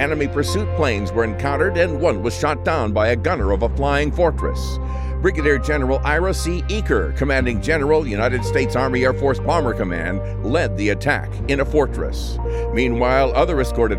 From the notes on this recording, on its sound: We stand in the middle of what was runway Number One at Grafton Underwood airfield. We visit Grafton Underwood church.